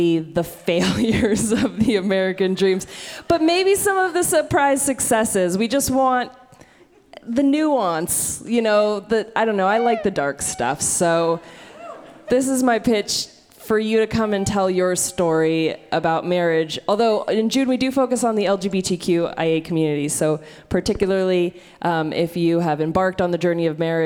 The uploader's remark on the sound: With true stories on a perceptive theme, told live on stage and without notes.